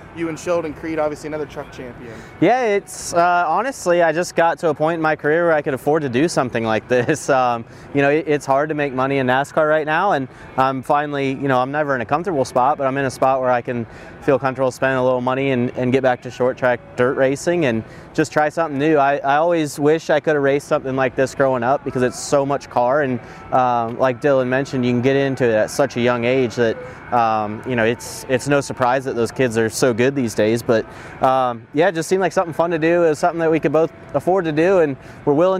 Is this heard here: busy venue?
yes